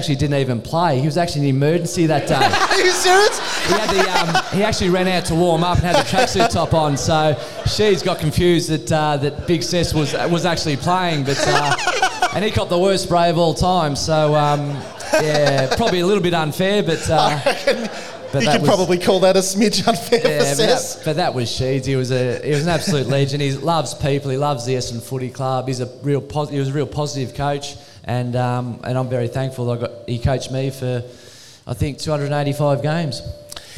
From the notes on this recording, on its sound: At the Welcome to Thornbury live Match Day event.